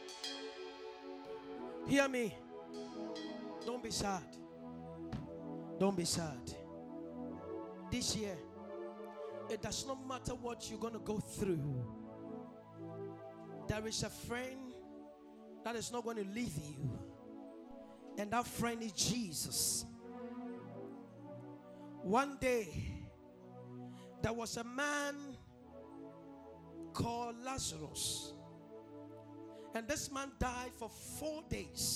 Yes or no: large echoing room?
yes